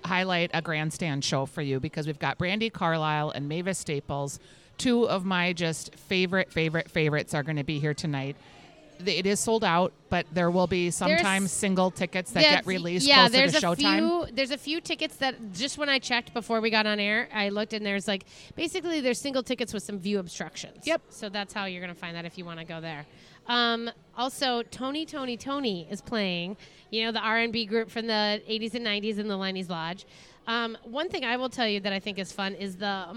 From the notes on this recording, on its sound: Live from Angry Birds Universe at the Minnesota State Fair. Take a stroll through the new Angry Birds Universe exhibit in the North End and visit the Dirt Stage in the Ag Hort building.